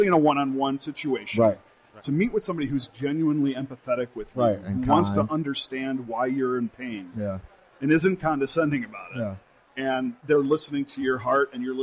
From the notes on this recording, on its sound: While on location in Nashville at NAIS' People of Color Conference